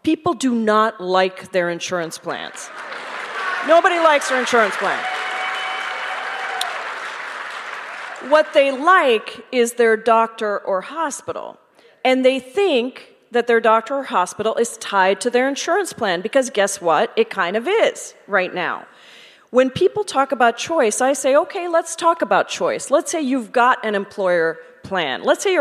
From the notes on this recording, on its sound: Presented by Town Hall Seattle . Recorded live in The Great Hall.